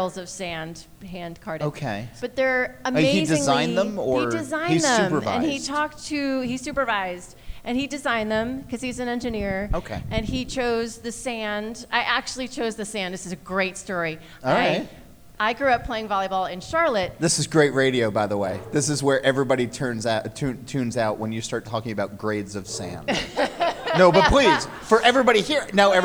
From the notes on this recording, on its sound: Live from Highland Brewing in Asheville, NC. This event was billed as a book signing. We were using hand held mics and as happens sometimes people moved them back and forth, bear with us.